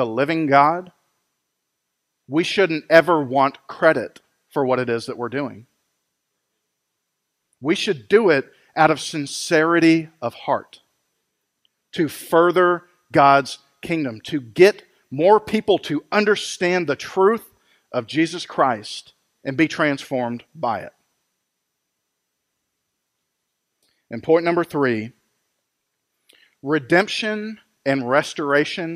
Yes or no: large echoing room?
yes